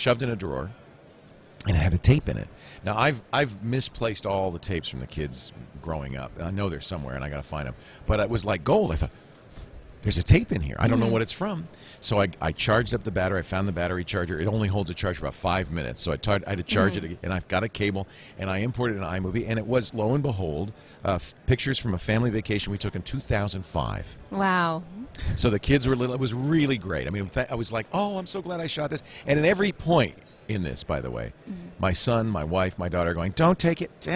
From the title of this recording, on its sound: Live From NAB